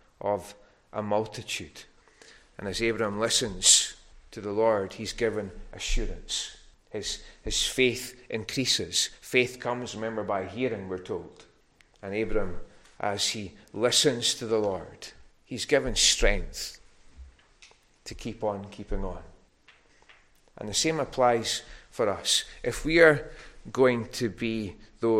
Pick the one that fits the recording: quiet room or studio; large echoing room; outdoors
large echoing room